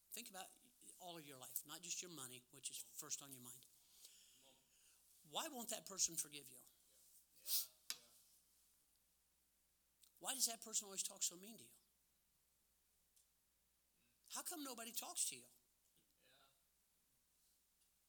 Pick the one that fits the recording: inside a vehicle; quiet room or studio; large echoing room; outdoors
large echoing room